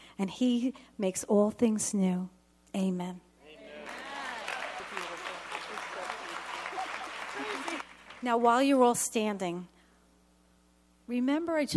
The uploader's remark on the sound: This testimony was given at the 17 th Magnificat International Conference in Pittsburgh, PA, October 7, 2023.